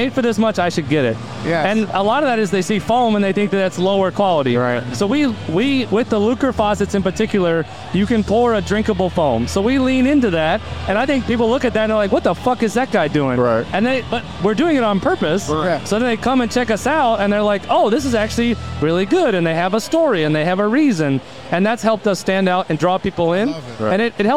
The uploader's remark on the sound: on location talking with cool folks and drinking good beer at Log Jammin’ III hosted by Human Robot